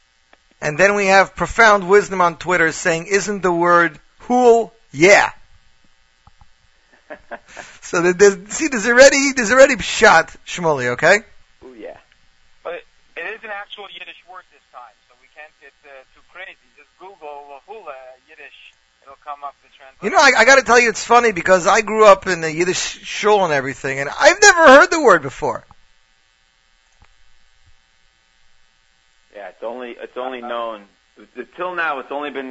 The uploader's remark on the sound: Phone in from in from LA.